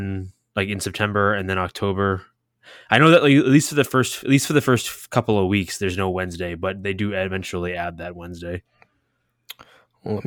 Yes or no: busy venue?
no